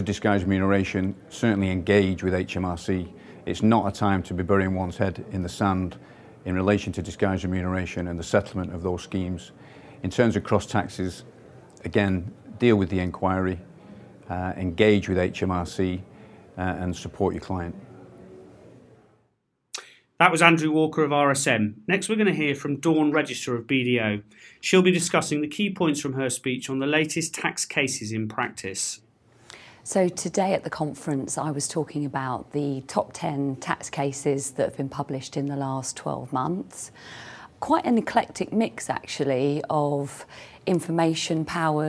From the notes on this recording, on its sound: backstage interviews with our brilliant guest speakers from this year's UK Tax Investigations Conference